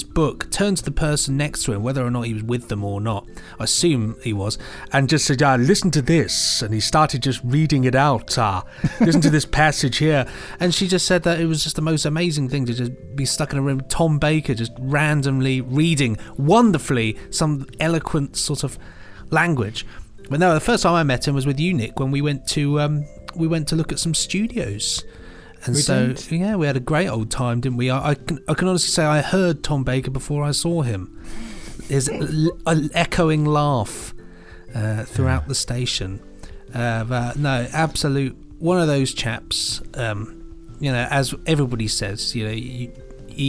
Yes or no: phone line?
no